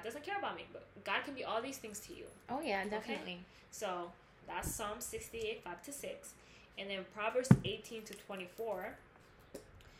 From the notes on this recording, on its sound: We had some background noise and technical difficulties so forgive us for that.